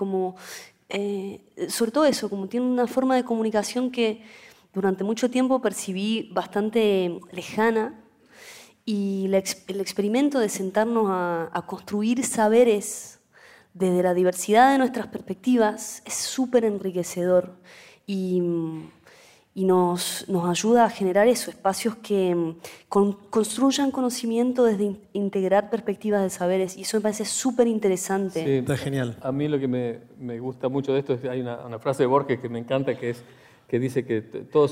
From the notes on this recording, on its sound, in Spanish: Este es un episodio especial de Aprender de Grandes que grabamos con audiencia en vivo en el auditorio del Centro Cultural de la Ciencia en Buenos Aires.